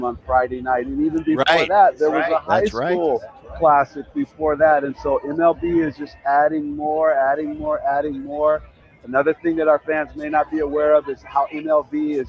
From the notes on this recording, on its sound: live from the All-Star Game in Seattle